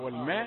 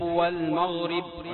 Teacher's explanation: والماء ميم رقيقة، والمغرب غين مفخمة